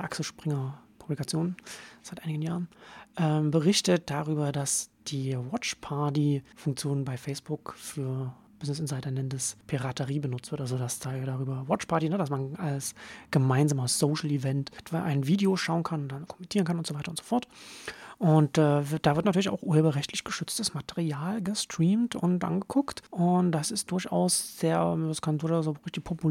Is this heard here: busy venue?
no